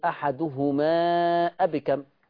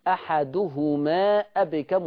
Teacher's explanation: لاحظوا أنا قرأت من طريق الشاطبية ومديت المنفصل · Shown in: first take · أحدهما أبكم.